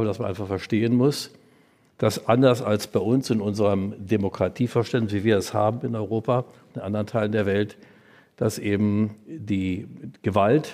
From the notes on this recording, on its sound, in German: Aufgezeichnet wurde diese Folge nicht im Studio, sondern live auf dem Podcastfestival von ZEIT ONLINE im Berliner Radialsystem